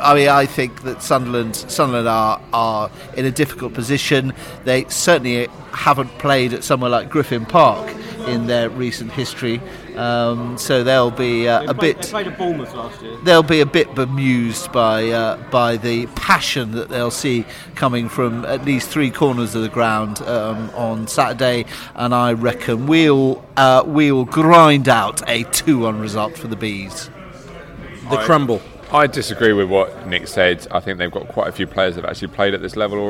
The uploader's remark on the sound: Sunderland Pre-Match Podcast from the Pub